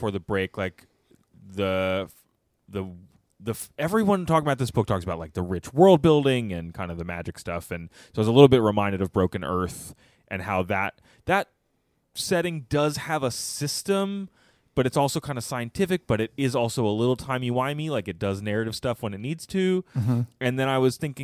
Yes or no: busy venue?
no